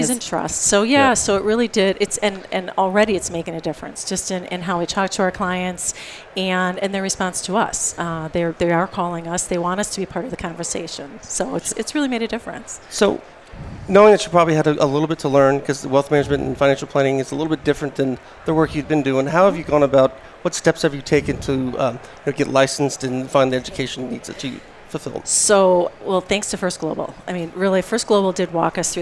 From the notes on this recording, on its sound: broadcast live from the 2018 AICPA ENGAUGE Event at the MGM Grand in Las Vegas